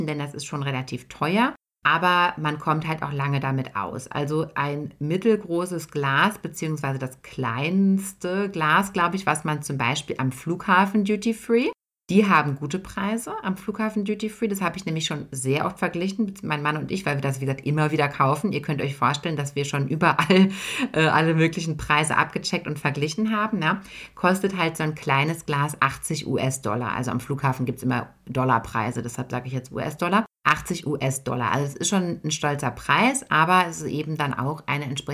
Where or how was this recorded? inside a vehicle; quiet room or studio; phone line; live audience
quiet room or studio